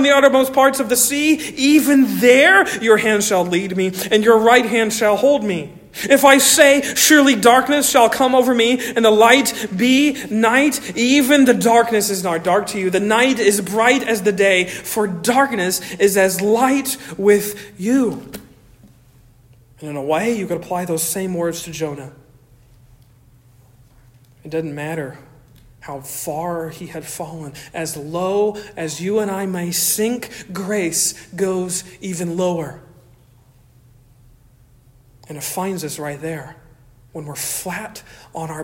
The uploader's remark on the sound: Originally delivered on 27 August 2023 at Stonington Baptist Church, Paxinos, PA. At Stonington Baptist Church, Paxinos, PA.